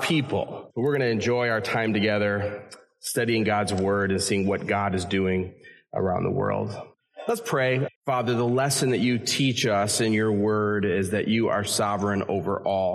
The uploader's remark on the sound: A message that was originally preached at Community Evangelical Free Church in Harrisburg, Pa. This episode features a message that was originally preached at Community Evangelical Free Church in Harrisburg, Pa.